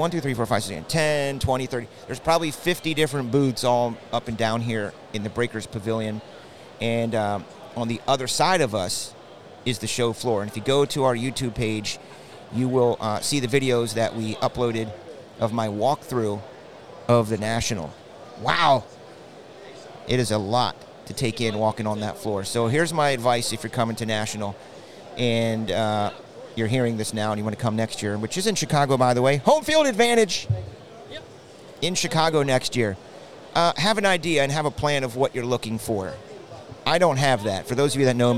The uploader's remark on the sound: LIVE FROM THE NATIONAL